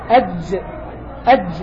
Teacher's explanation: هو وسط اللسان على التحديد. أج أج يرتفع وسط اللسان إلى أعلى إلى اتجاه سقف الفم · Term: جيم